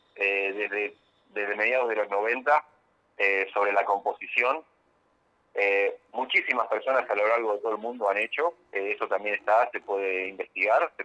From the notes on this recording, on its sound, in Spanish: Charla Telefonica